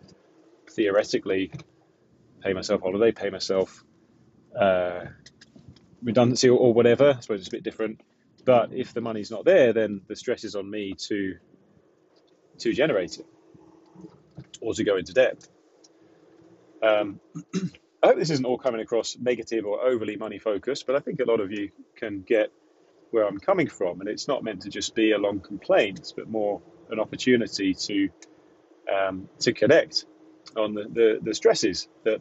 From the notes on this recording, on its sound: Chats from the van. I'm experimenting with these off the cuff monologues recorded in the van when I'm on my way home from installations or quotes.